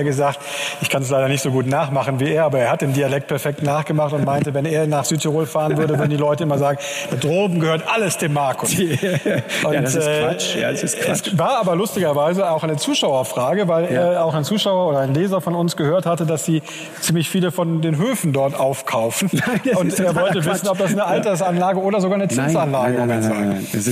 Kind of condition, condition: setting, live audience